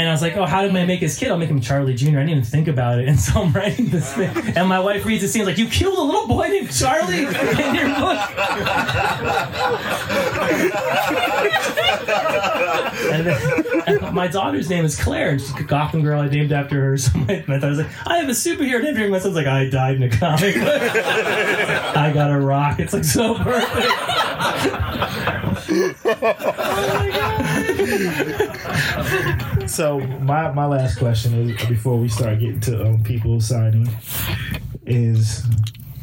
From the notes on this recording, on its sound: Here is the recording of the Q&A I hosted at Fantom Comics in Washington DC